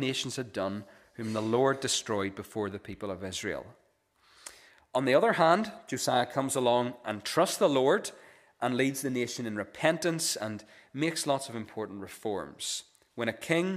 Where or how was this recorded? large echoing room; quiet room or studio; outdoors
large echoing room